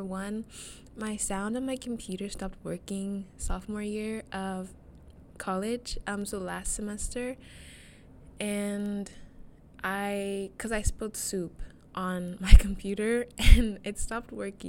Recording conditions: wind noise